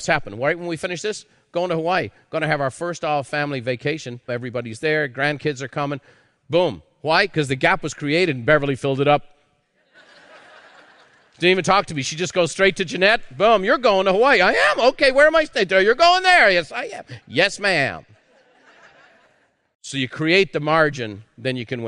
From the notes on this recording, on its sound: A live recording from Peak Experience.